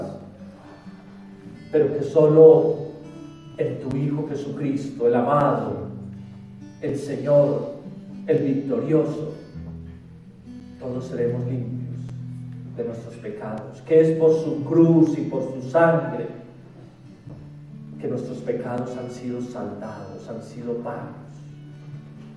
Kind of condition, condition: setting, large echoing room